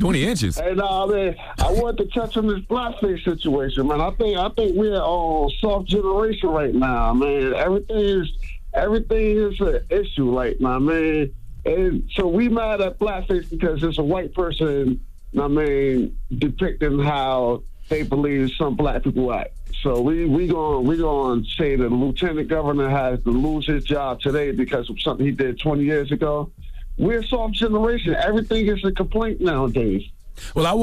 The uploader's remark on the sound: We opened up the phone lines to see if our listeners thought if there was any acceptable time to wear blackface.